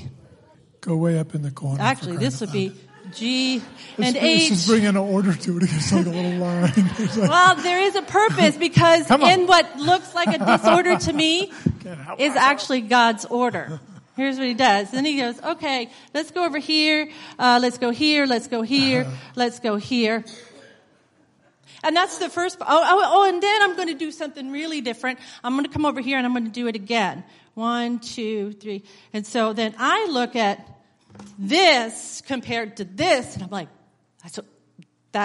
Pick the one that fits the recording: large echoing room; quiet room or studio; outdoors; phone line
large echoing room